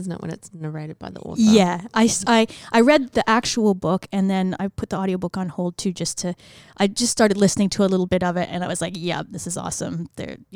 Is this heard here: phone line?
no